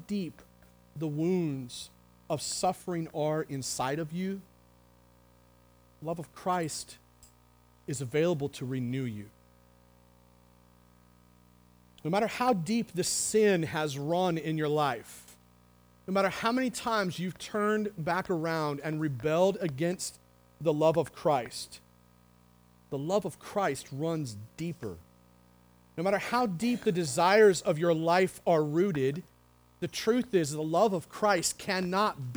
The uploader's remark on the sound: The Well, an Acts 29 and Converge Heartland Church in Hastings, NE